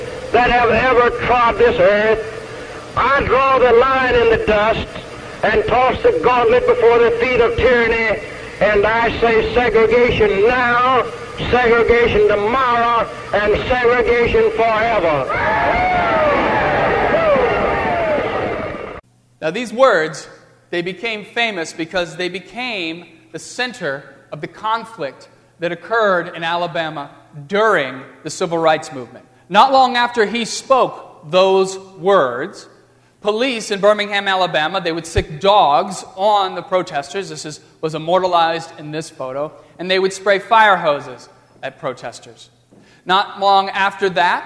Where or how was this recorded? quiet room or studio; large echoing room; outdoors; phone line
large echoing room